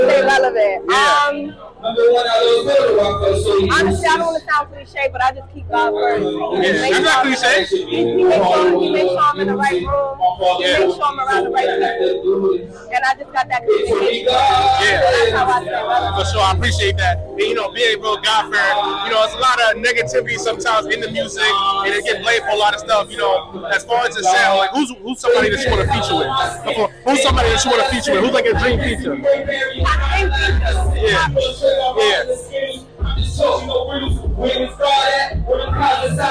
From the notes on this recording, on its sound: … Concert Interview. Live at the … Ten Tape Concert.